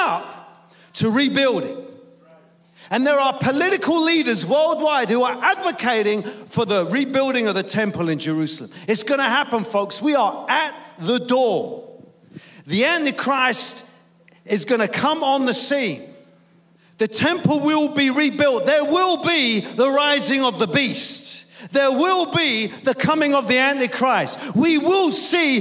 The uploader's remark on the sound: preaching at a Church in Thailand